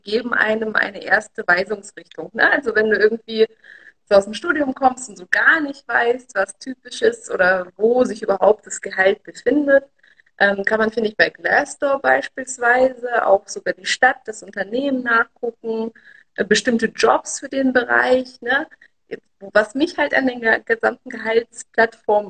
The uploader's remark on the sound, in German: Aufzeichnung des Instagram-Live